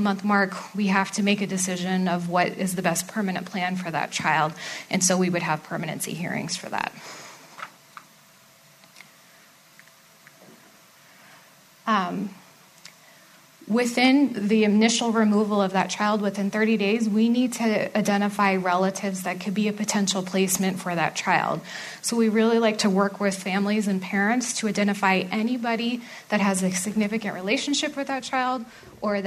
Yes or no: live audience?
yes